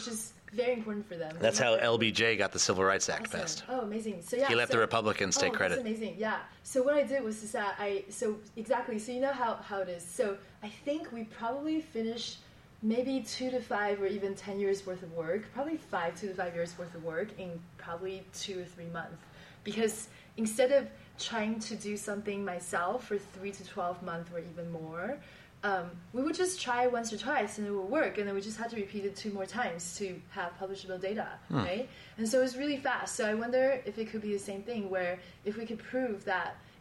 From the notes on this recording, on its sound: set up a recording booth in the lobby at this year's Nexus Global Summit 2018